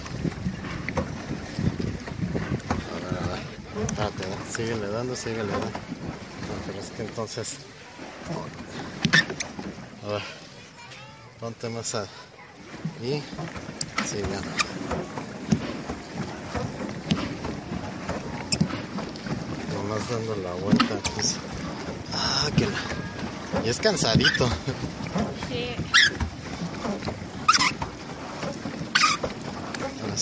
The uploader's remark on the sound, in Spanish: Viaje en lancha en el Parque Bicentenario de Metepec. Material audiovisual de un recorrido por el pequeño embarcadero ubicado en el Parque Bicentenario del Pueblo Mágico de Metepec, en el Estado de México.